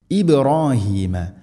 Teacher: ബാ സുക്കൂൻ, ഖൽഖല ചെയ്യണം, ശരിക്കും കേൾക്കണം